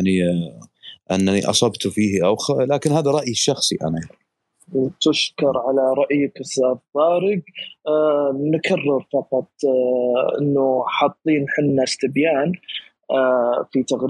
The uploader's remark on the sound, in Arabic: تسجيل لمساحة ابن رشد الأسبوعية على منصة تويتر